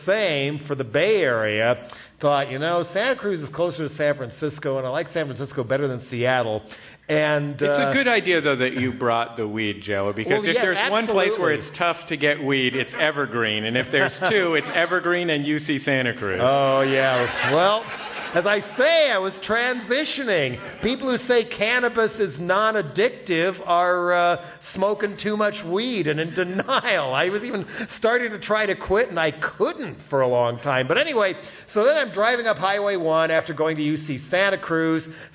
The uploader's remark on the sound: We talked with him at our live show in San Francisco.